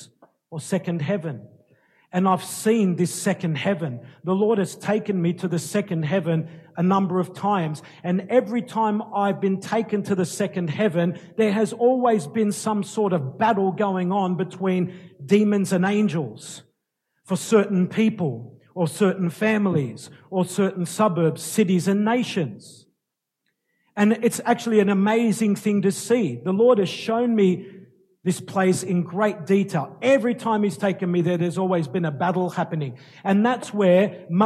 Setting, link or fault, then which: setting, large echoing room